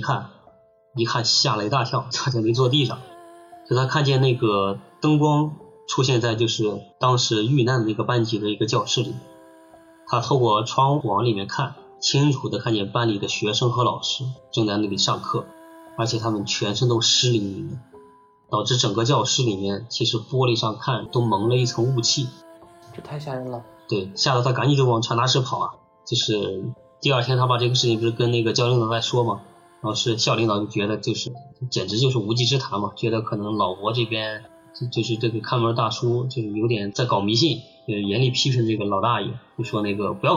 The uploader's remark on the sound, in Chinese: 本期节目音质上有点“特殊”。